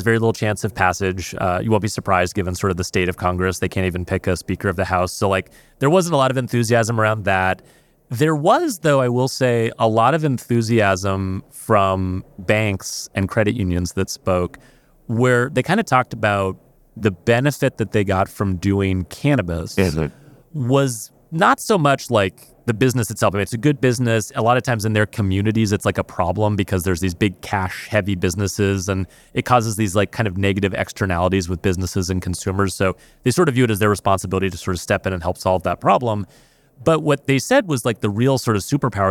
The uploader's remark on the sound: Live from Money 20/20 in Las Vegas.